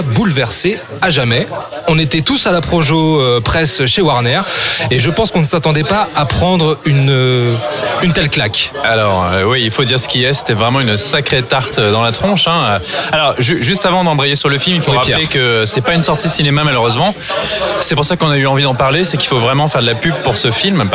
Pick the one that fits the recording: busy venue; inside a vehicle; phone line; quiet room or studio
busy venue